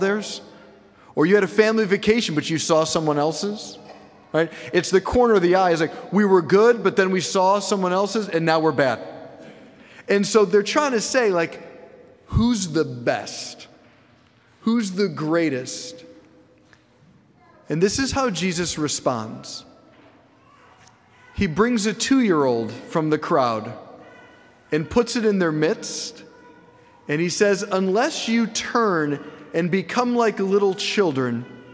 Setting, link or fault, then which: setting, large echoing room